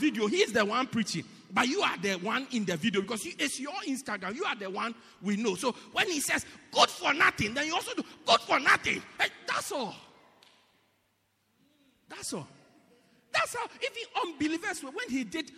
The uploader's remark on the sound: Preached At Christ Our Hope Cathedral, Pietermaritzburg-South Africa